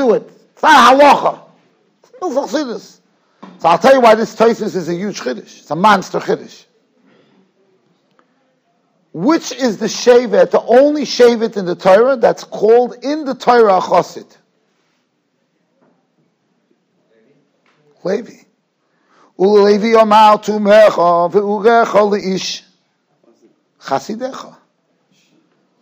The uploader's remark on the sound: Shiur recorded in Yeshivas Ohr Reuven, Monsey, NY